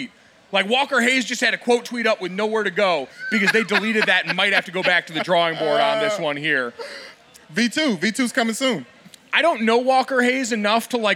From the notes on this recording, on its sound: Podcasting on the road! Are in Los Angeles for a live show at MLB All-Star Weekend.